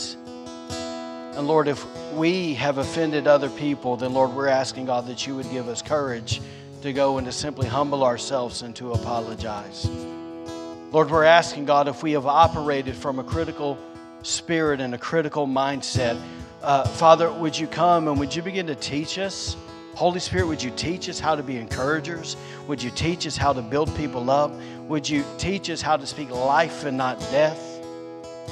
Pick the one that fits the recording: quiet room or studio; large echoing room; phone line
large echoing room